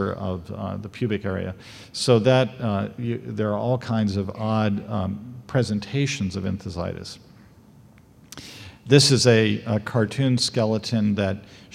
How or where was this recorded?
large echoing room